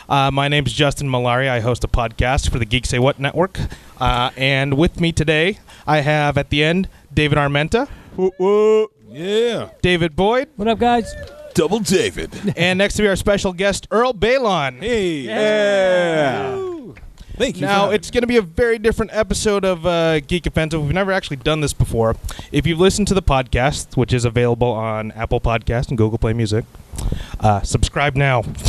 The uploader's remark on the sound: We were LIVE at Backstreet Brewery for this week’s recording of the Offensive.